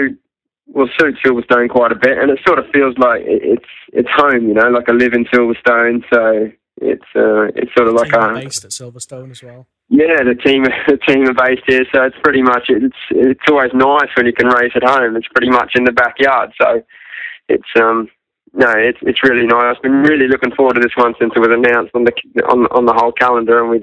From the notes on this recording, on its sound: joined on the phone